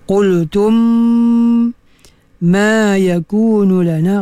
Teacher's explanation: rapatkan bibir mulut dan disertai dengan dengung yang bersangatan. · Term: idgham mithlain